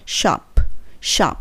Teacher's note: shop ショップじゃなくてシャーに近いのねあーに近いのでそれ最後はプっていう音で終わります